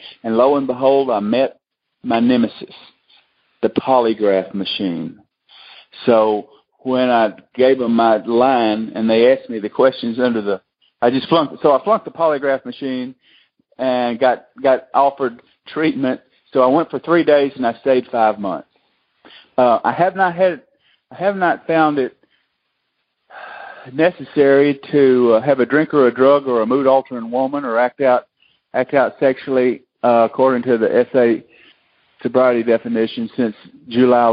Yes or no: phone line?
yes